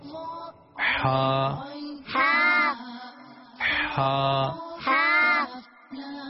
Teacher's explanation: ہا حلق کے درمیان والے حصے سے ادا ہوتا ہے